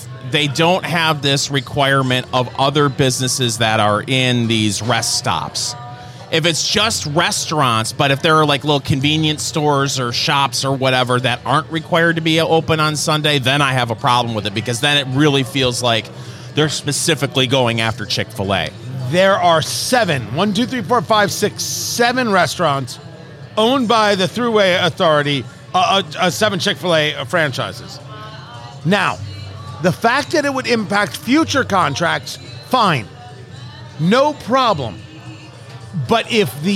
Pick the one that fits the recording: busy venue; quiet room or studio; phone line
busy venue